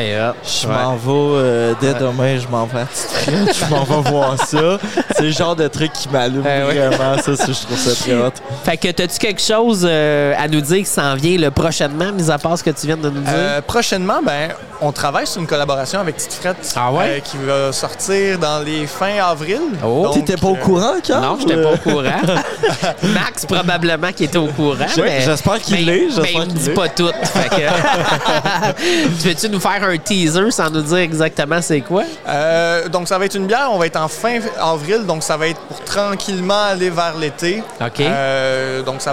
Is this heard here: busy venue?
yes